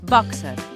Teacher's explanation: Fixeu-vos com hem de pronunciar el terme boxer, amb O oberta i E neutra.